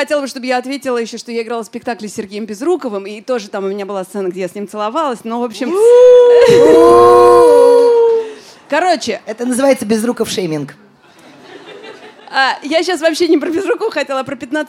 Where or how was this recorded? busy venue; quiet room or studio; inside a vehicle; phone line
busy venue